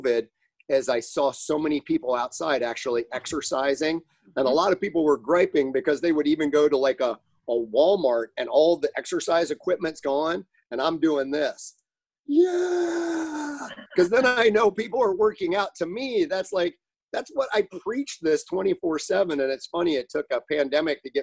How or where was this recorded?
video call